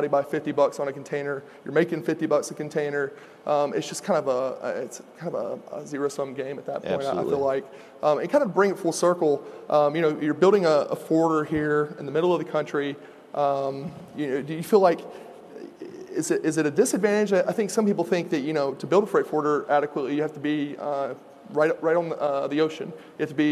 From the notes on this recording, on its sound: At FreightWaves LIVE: Chicago